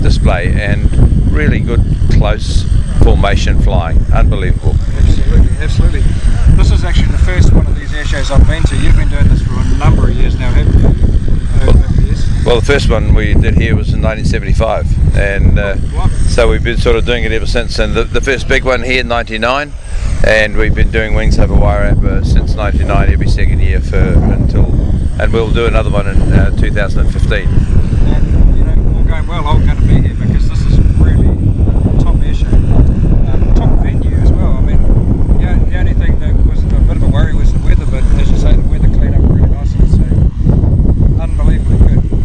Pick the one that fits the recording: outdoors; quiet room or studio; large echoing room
outdoors